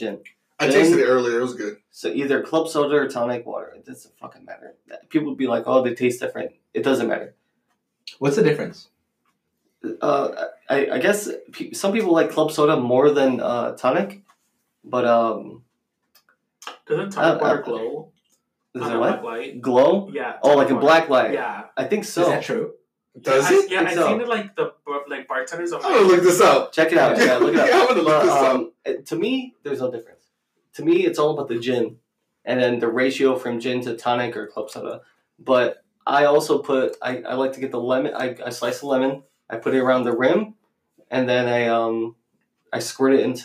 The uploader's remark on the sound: Our first episode recorded on a simple blue yeti microphone. Next few episodes will be recorded with better mic's sorry for the quality its our first episode lol.